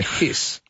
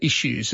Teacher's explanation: But we tend to say issues. We put a sh instead of s sound. · Shown in: second take